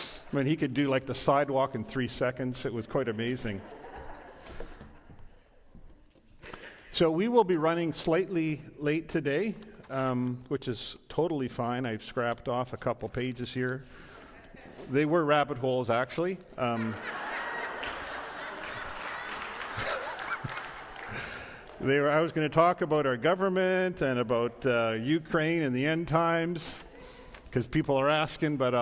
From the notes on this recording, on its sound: This is a live recording from our Sunday March 6th Service.